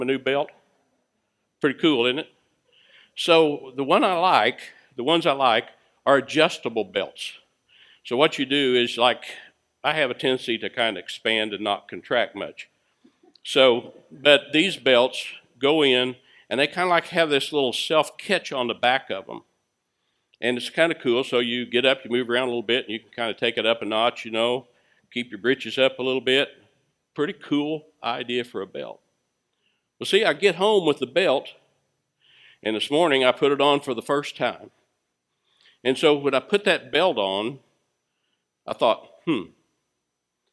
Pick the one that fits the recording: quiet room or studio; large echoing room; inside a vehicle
large echoing room